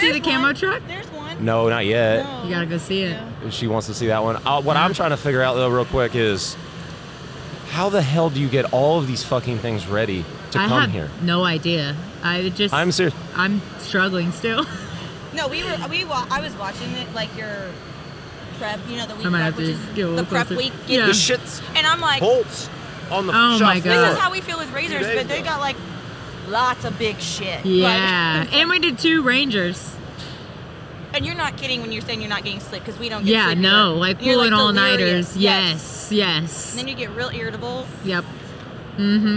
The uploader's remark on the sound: We took over the Renegade Products booth to record a couple of podcasts. The eight trucks we brought to SEMA 2023.